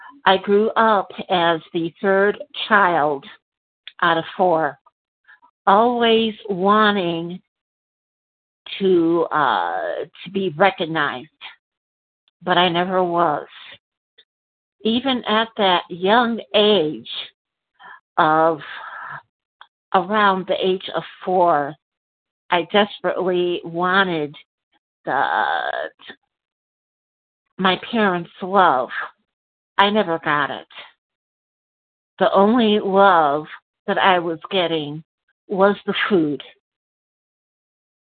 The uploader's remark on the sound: qualification from the 100 Pounders Phone Meeting